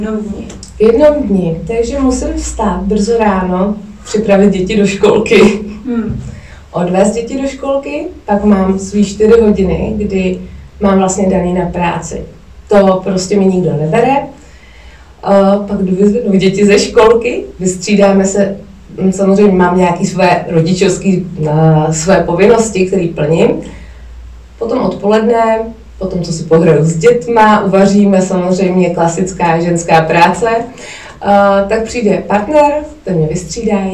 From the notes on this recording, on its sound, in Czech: Omlouvám se za sníženou zvukovou kvalitu, při nahrávání se vyskytly technické potíže.